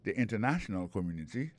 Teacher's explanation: Alors, accent tombé sous troisième syllabe.